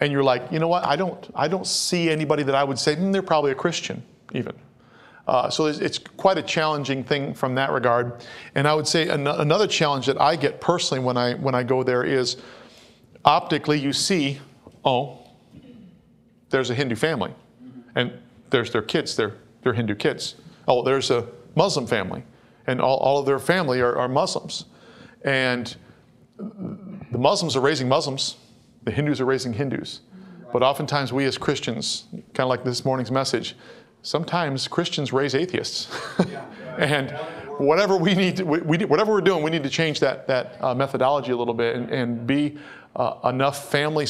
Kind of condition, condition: setting, large echoing room